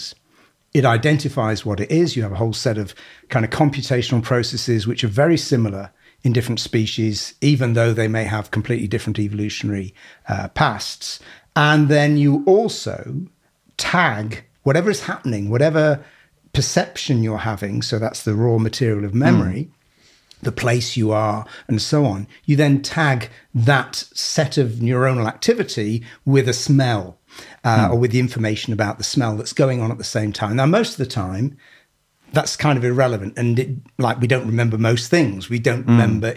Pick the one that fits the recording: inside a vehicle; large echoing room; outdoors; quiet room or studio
quiet room or studio